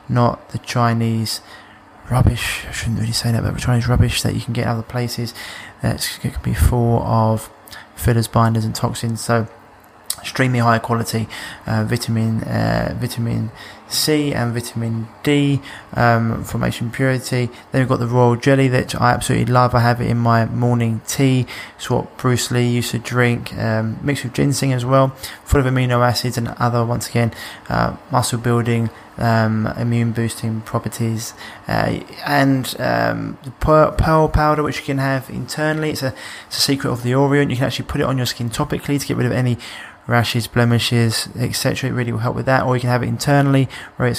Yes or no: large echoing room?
no